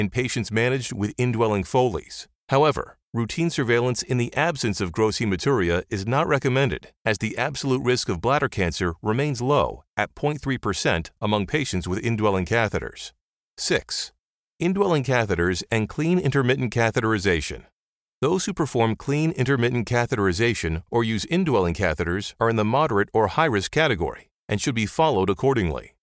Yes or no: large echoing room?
no